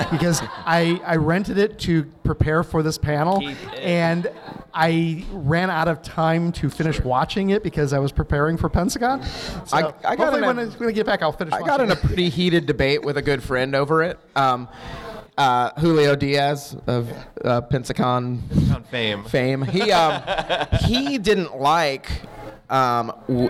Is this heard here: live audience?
yes